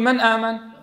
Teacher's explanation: النون طرف اللسان مع ما يحاذي من الحنك الأعلى مع الهمزة، الفرق بينهما شاسع · Term: المتباعدان